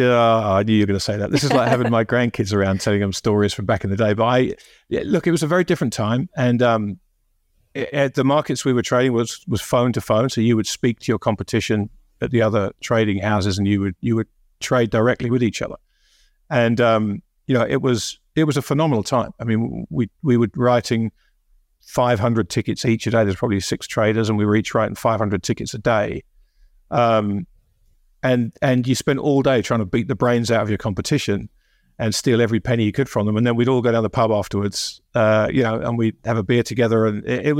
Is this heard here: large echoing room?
no